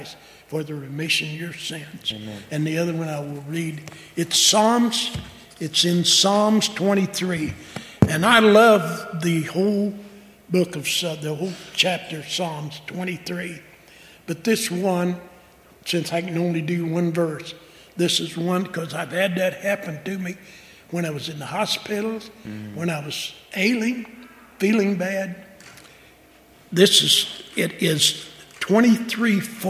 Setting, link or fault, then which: setting, large echoing room